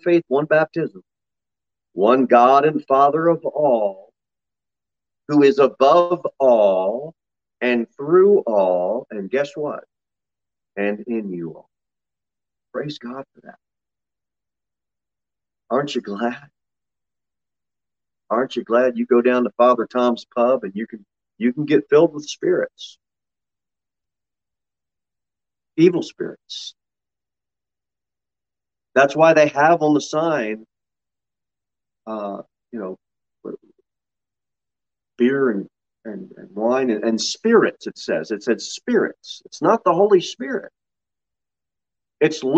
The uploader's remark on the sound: Sermon delivered at Pilgrim Baptist Church